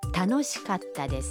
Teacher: در کلمه کاتا بین کا و تا یک مکس خیلی کوتاه داریم، یعنی در واقع صدای ت با تشدید تلفظ میشه